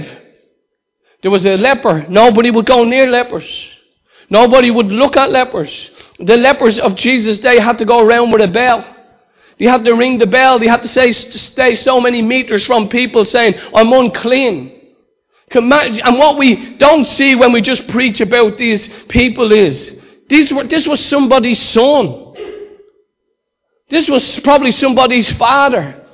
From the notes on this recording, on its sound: Recorded live in Liberty Church on 30th June 2019